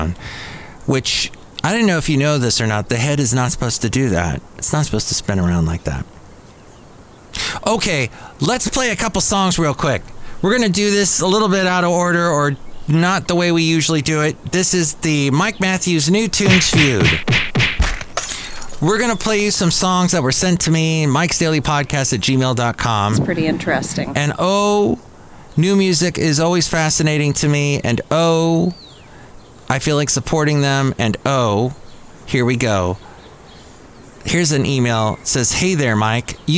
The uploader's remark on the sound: podcasts live from Café Anyway